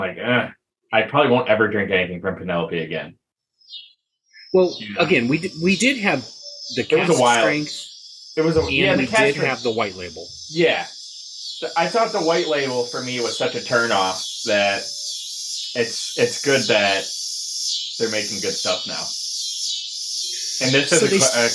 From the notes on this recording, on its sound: In a very special - and unlistenable - episode. Goes outside to broadcast from his deck. The Cicada episode.